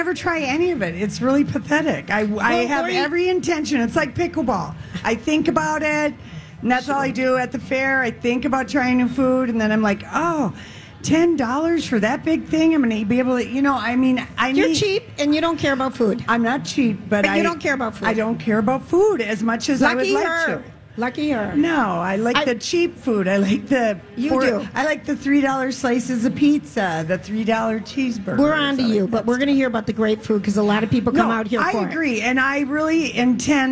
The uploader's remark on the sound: Day 2 at the MN State Fair